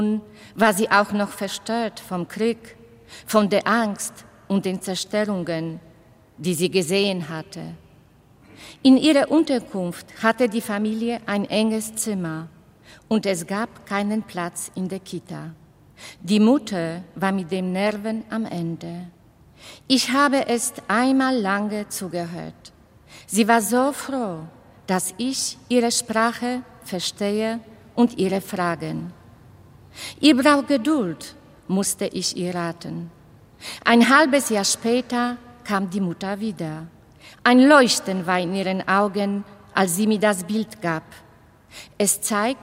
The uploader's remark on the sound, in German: Evangelischer Gottesdienst zum Pfingstmontag aus der ev. Karlskirche Kassel